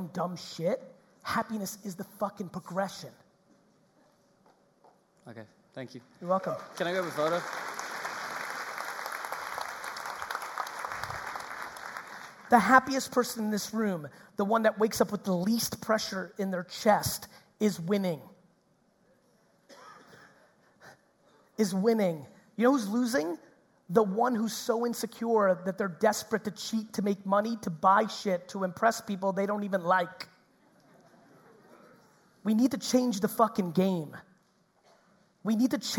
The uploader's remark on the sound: Auckland 2019 Keynote